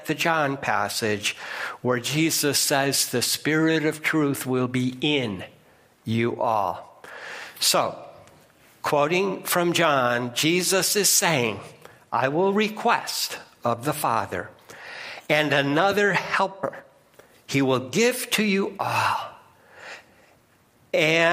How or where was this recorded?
large echoing room